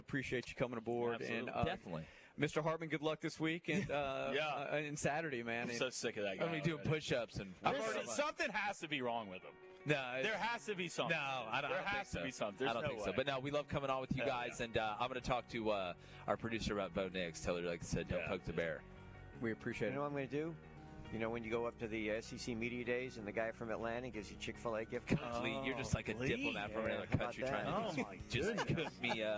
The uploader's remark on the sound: live from the Senior Bowl on a Thursday edition